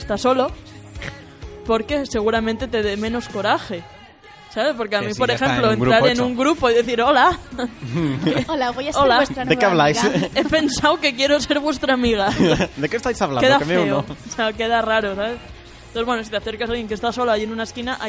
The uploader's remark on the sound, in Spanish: UNERADIO celebra su primer cumpleaños en el Día de la Universidad. Desplazamos nuestro estudio hasta la Campa de la Magdalena, donde realizamos un programa especial en directo. En él seguimos de cerca las actividades que se celebran y hablamos con alumnos, profesores y el resto de miembros de la comunidad universitaria de UNEATLANTICO.